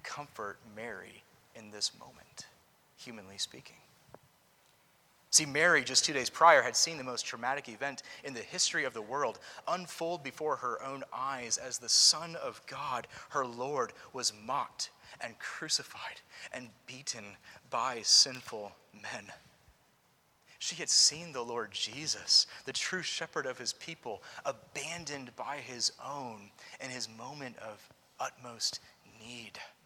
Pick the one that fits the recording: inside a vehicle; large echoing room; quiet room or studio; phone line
large echoing room